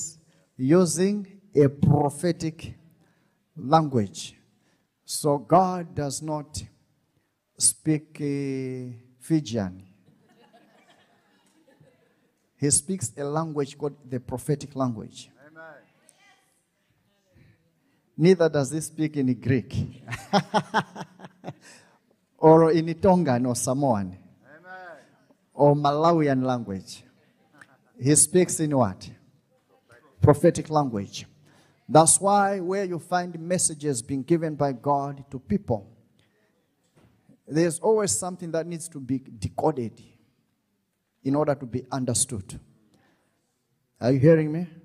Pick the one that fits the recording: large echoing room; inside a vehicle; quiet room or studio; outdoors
large echoing room